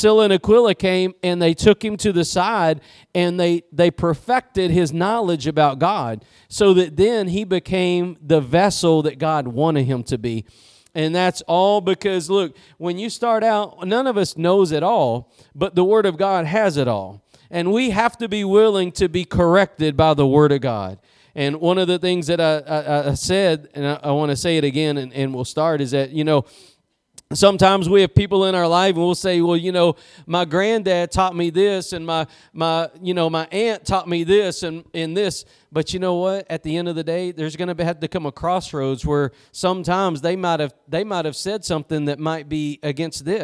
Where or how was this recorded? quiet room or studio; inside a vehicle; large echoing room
large echoing room